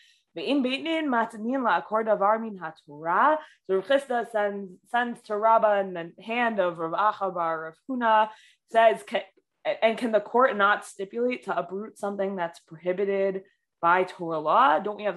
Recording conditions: video call